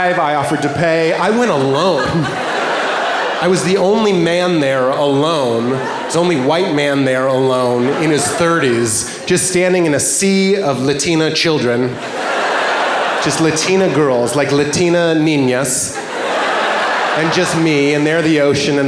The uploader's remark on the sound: Taped at the Vic Theatre in Chicago. In this stand-up comedy special.